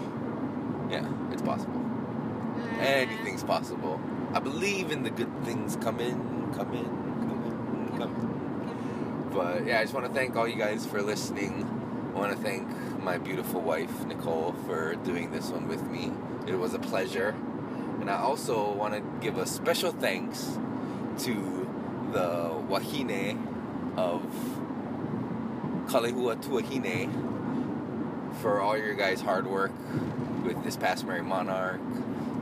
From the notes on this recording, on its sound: Most of this episode was recorded in our car while driving home from hula.